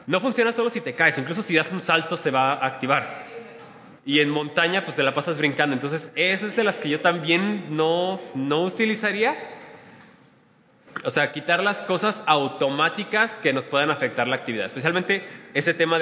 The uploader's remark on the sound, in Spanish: En esta plática grabada en vivo.